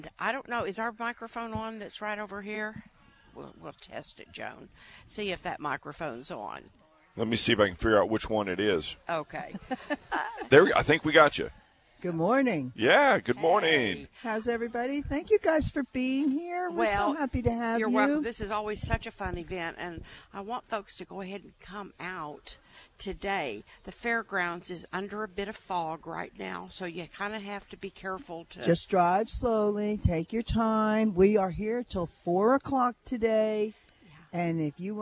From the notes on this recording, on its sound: Live at the Santa Market